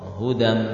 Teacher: suara nun pada tanwin masih kita dengar tidak? Hudan, tidak lagi kita dengar karena sudah mengalami idgham